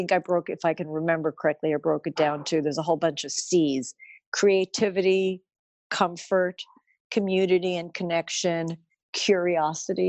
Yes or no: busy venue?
no